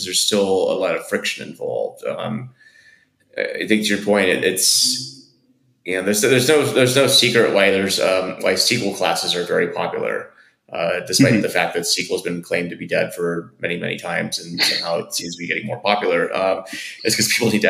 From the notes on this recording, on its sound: I had audio issues cuz he got a new computer and didn't use the correct mic